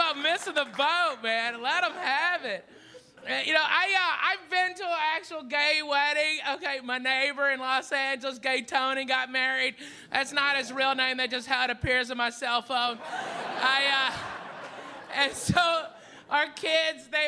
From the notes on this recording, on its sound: Gotham Comedy Live